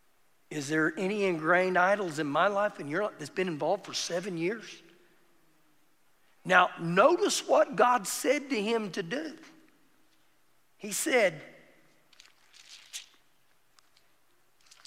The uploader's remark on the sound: Recorded live during our Wednesday night service